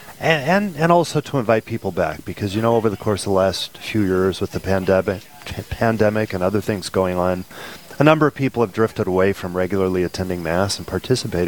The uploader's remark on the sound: Live from "Putt 4 a Purpose,"